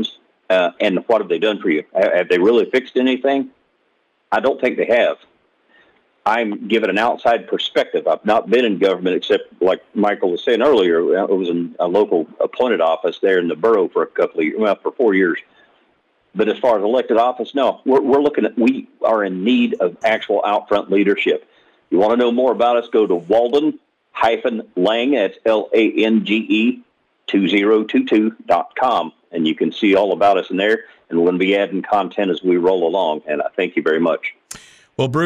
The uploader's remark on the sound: We'll also open up the phones in hour one for random discussions.